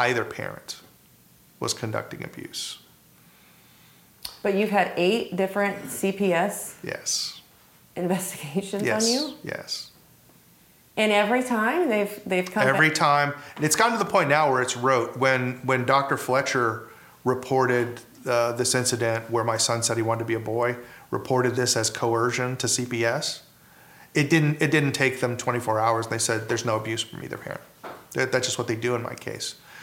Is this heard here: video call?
no